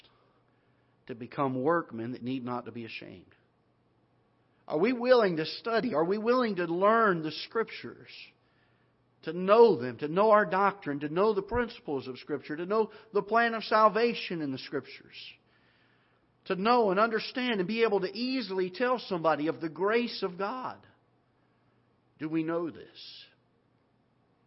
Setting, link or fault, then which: setting, large echoing room